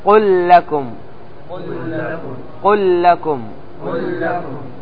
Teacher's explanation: تضغم لام الفعل في اللام للتماثل، وأضغمت لام الفعل في الراء للتقارب · Term: إضغام